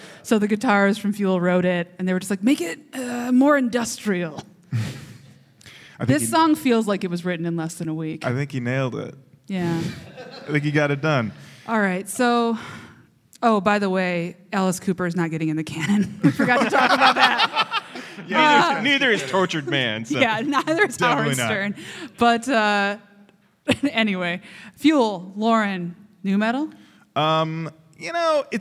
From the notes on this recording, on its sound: Recorded live at the 2018 Detroit Improv Festival.